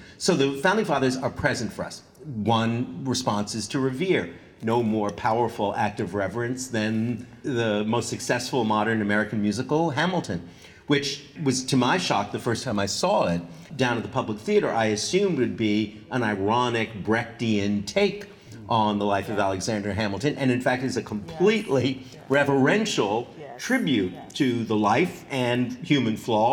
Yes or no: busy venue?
yes